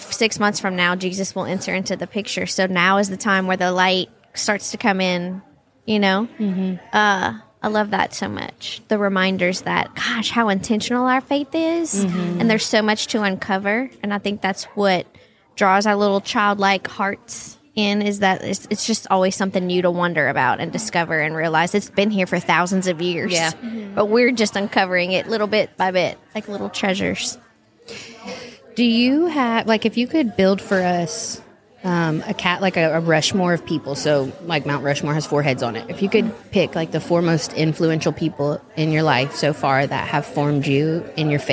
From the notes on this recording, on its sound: Live from Steubenville South